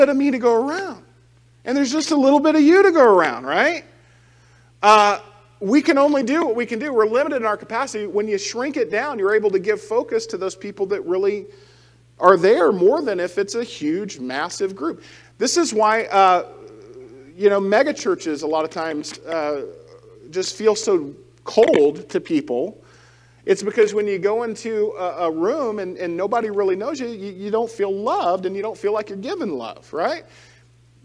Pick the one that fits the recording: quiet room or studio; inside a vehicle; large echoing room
large echoing room